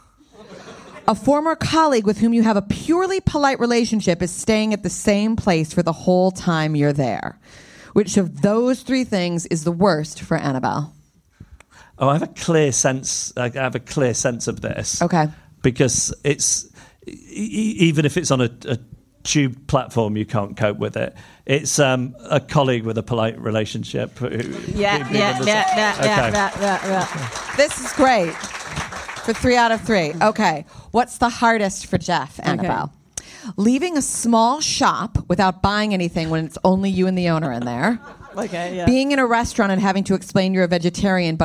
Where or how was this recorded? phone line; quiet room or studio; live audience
live audience